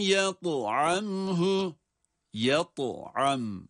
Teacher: Gördüğümüz gibi da harfinde kalkale sıfatı sebebiyle cezimli okunduğu için kalkale okuyoruz, kalkale yapıyoruz. Burada da dağının sesini mahreçten kuvvetli bir şekilde çıkarıyoruz.